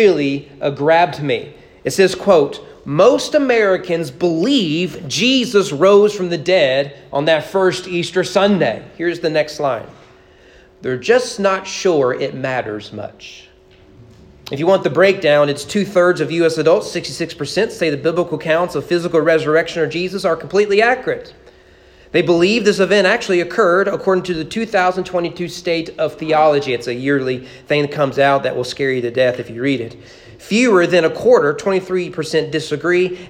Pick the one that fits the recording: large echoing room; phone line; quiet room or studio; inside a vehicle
large echoing room